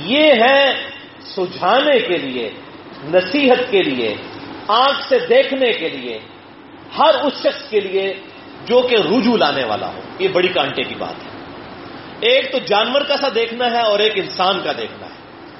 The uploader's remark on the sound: Audio Recorded in Quaid-e-Azam University Islamabad on 19-May-2016